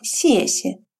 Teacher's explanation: Первый слог произносится четвертым тоном, второй слог с легким или нулевым безударным тоном.